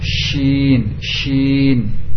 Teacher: Yang kedua dari tengah lidah. Shin dengan menjebarnya udara ke depan.